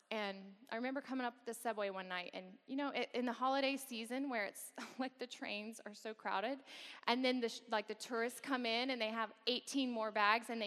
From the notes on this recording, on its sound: gives a lecture as part of Samford University's Campus Worship on 27 October 2016